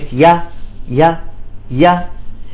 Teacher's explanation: تجد أنها تخرج فعلا من وسط اللسان · Term: ياء اللين